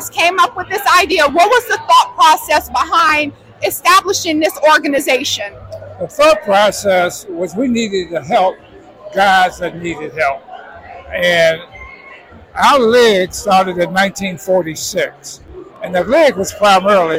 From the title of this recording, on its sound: NBA Alumni live coverage of the NBRPA Las Vegas Annual Conference